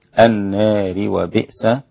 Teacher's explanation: النار أمالها الإمام أبو عمرو الدوري عن الكسائي وقللها ورش، وكذلك فتحها الباقون، ففيها الثلاثة أوجه: الفتح والتقليل والإمالة.